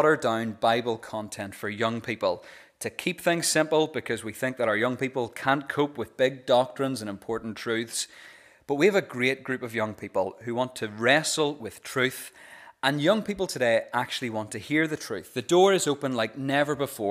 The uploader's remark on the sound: This is the recording of the Bible reading and talk from our Vibe service